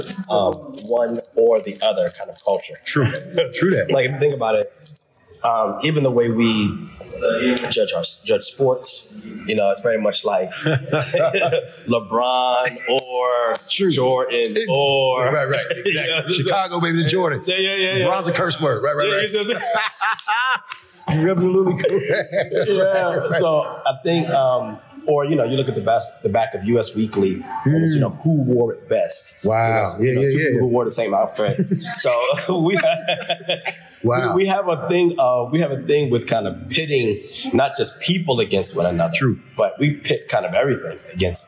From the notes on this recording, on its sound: During the 2022 Flavor Fest celebration and conference